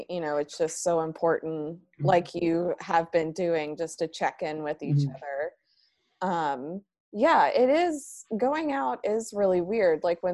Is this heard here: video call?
yes